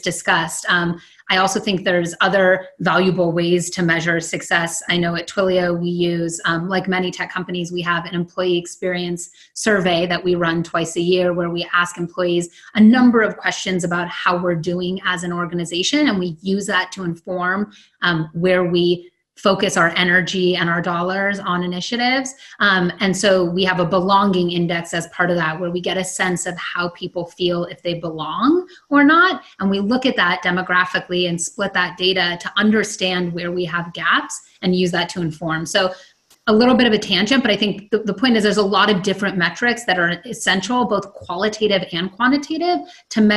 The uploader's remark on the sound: This episode was recorded from an online event